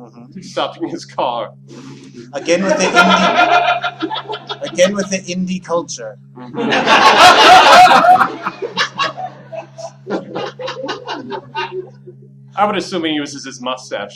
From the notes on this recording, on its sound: Recorded live in front of an audience at HUGE Improv Theater in Minneapolis, MN.